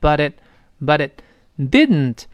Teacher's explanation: But it 注意 but it 这个连读，but it 中间那个字母 t 浊化，后面那个 it 后面那个 t 失去爆破